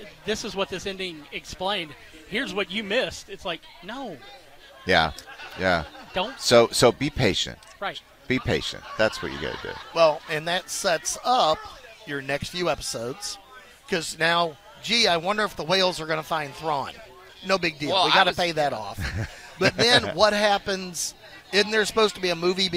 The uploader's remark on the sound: out on location at the 2023 Cooper-Young Festival